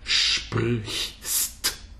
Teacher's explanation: Sprich, and then the tongue is going up for the h. Exactly, the ich laut. And coming forth for s, and then close with a t.